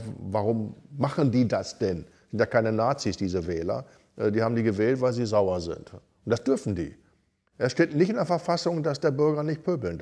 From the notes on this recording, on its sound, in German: 2023 live in der VHS Krefeld/Neukirchen-Vluyn aufgezeichnet.